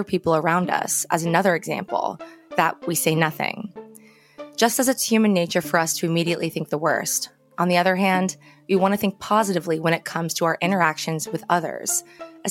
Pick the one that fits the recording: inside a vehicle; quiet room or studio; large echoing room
quiet room or studio